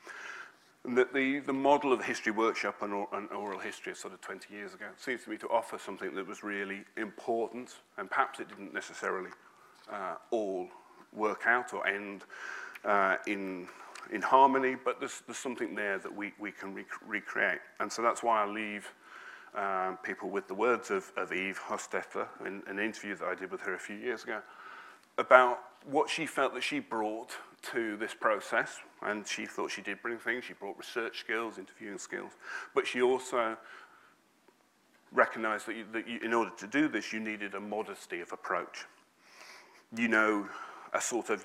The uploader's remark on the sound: Lunch Hour Lectures on Tour at the Museum of London